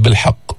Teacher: هذه القاف مشددة مكسورة، يعني يقل من تفخيمها